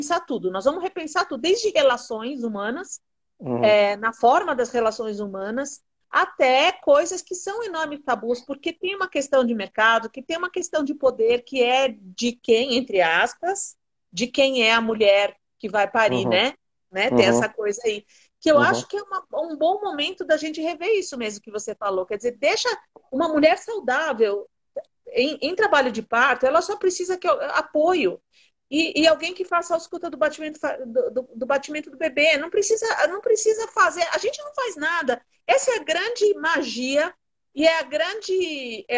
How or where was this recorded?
video call